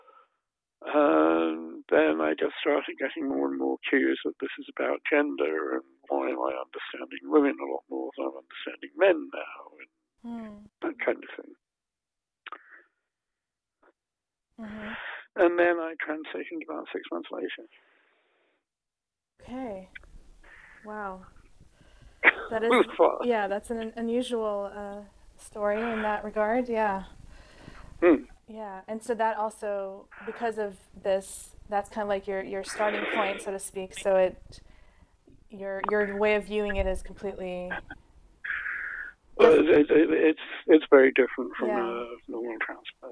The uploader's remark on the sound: We did this interview over the phone and the sound isn’t optimal, I apologize in advance!